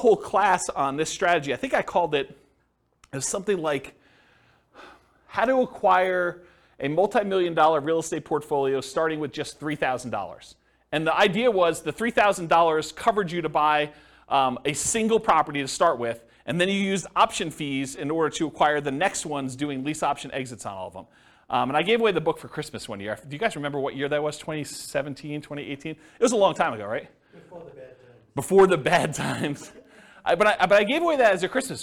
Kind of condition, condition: setting, live audience